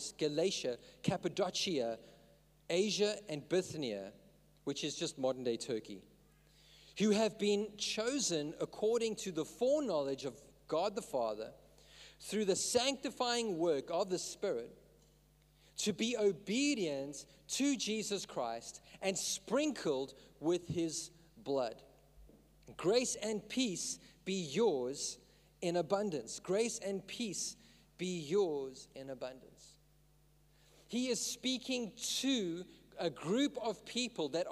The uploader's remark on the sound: In this message I preached at Revive Church.